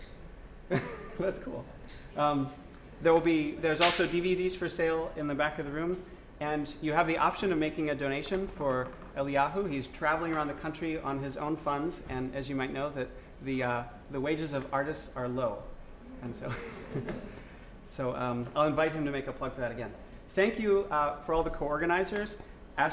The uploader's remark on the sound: This is a recording of the panel discussion and Q&A from the Washington DC screening of Cut. The screening took place at Georgetown University.